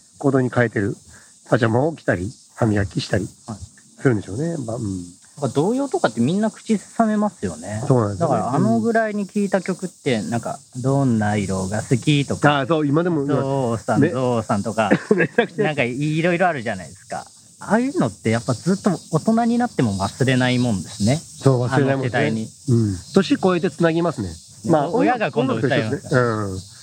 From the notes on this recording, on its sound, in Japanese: 屋外収録編。